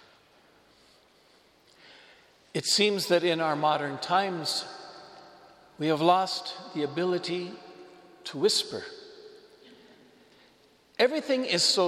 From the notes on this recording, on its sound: Homily delivered to the Saint Francis Catholic Community of Cuenca, Ecuador.